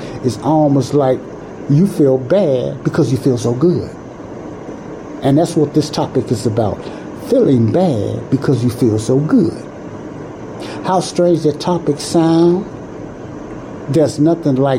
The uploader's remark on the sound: I apologize but this Show was not recorded in a sound proof area, so there is noise in the background